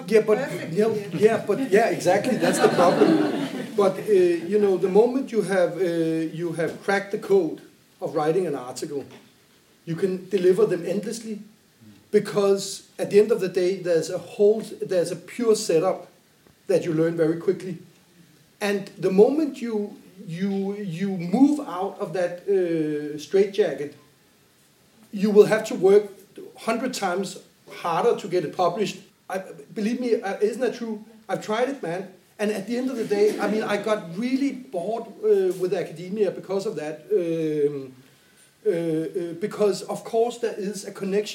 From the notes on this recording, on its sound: The Anthropological Happy Hour Podcasts are based on recordings from the Monographic Happy Hour events, which the Anthropological Association of Denmark cohost with the department of Anthropology at Copenhagen University.